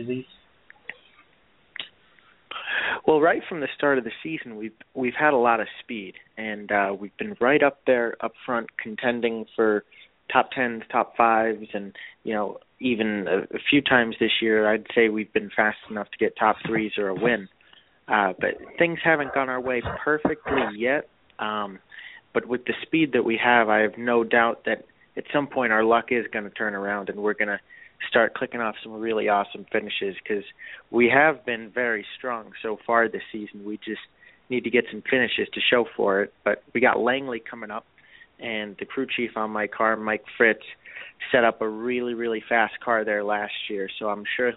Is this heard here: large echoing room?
no